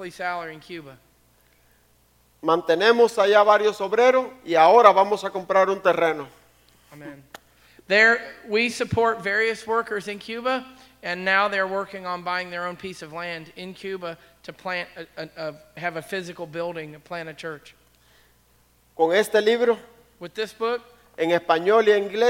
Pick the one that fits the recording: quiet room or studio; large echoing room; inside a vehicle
large echoing room